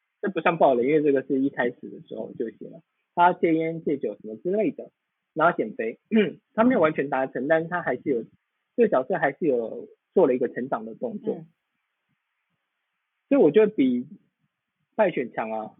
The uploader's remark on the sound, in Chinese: 首次搭檔錄音。第一次錄影，音質不好，請見諒！